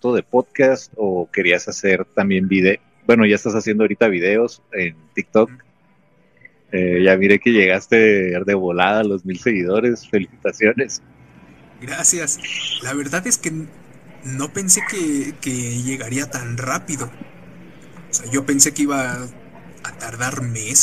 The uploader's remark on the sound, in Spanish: En esta ocasión realice un live para narrarles historias de terror. Mientras me encontraba grabando desde un Starbucks en la ciudad de Blythe poco a poco el lugar se fue llenando de malvivientes.